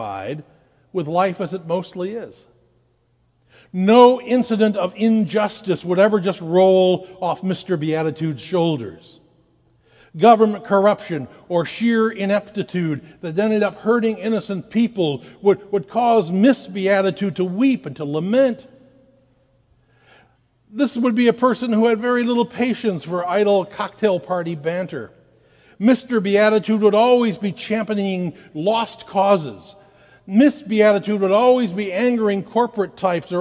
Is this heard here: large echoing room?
yes